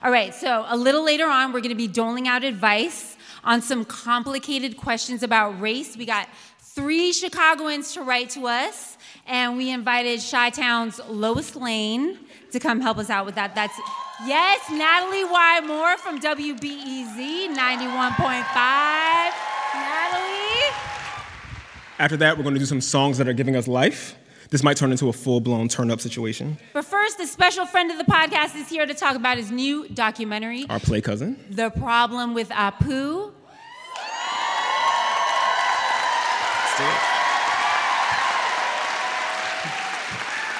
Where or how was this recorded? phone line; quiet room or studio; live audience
live audience